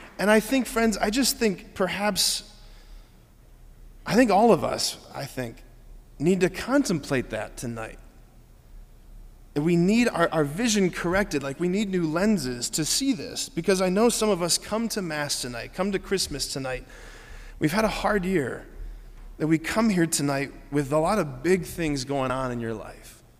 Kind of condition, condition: setting, large echoing room